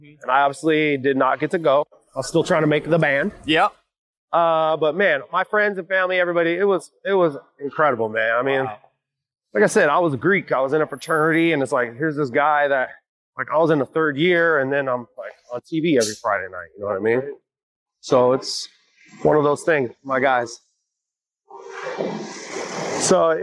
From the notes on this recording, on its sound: While walking around the streets of New York City.